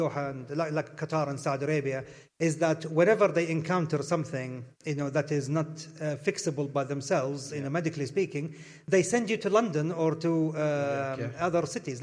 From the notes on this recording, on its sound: Blethered Live at SWG3 in Glasgow